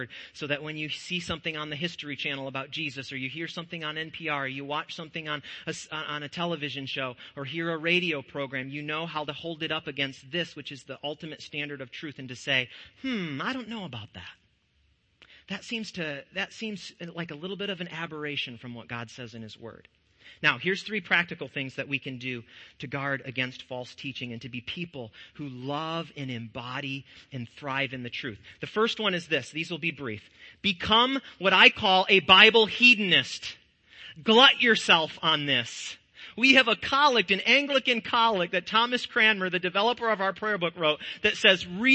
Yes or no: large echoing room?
yes